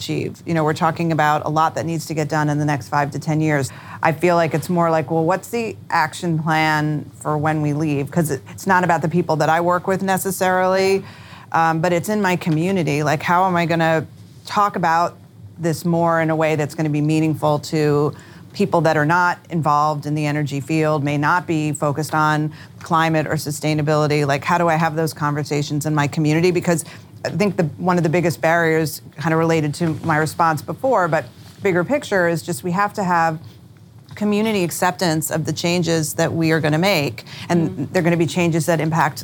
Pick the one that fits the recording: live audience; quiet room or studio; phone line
live audience